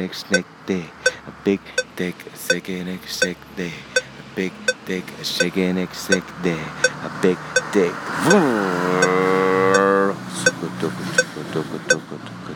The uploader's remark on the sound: It was recorded walking around Gowanus, Brooklyn, pretending to make a call on my phone with the metronome running.